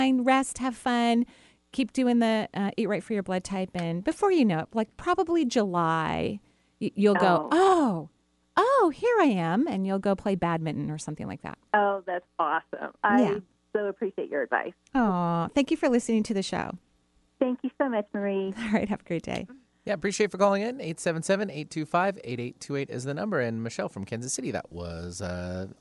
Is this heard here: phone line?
yes